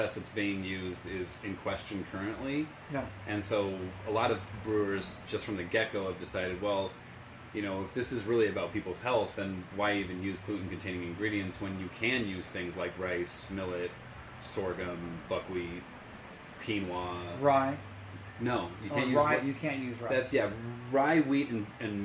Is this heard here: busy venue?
yes